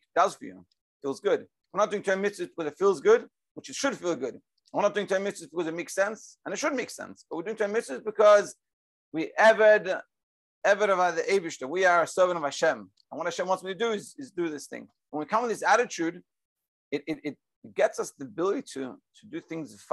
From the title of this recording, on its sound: Daily Zoom Shiur